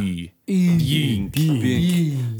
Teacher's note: the vowel in it is like, say, like E, but with rounded lips